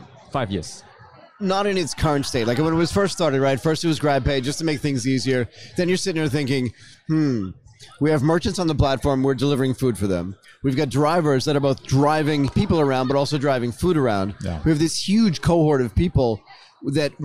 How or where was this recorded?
busy venue